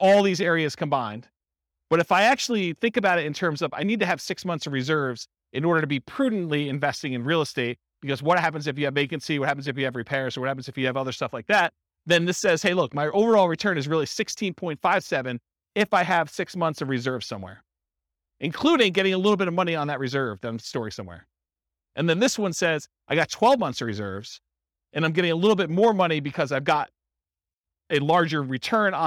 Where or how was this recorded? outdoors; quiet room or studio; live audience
live audience